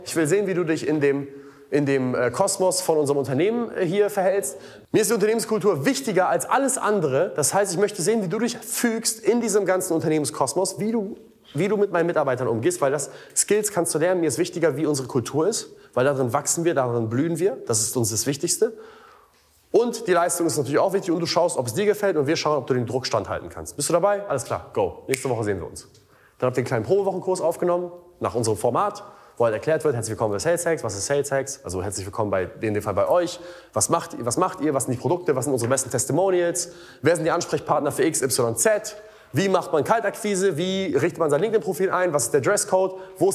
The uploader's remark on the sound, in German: im Rahmen eines Vortrags auf dem "Sell like Alex Event"